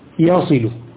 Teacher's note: هذه الواو وقعت بين عدوتيها، وقعت بين الياء والكسرة فصارت يصل، أصلها يوصل، سقطت الواو فصارت يصل، ويوعد صارت يعد.